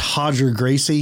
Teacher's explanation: But I think it's only an H at the beginning of the letter. Like if the R is at the very beginning of the word, it's only pronounced H then. That's why it's Hodger Gracie, not Hodger Gacy.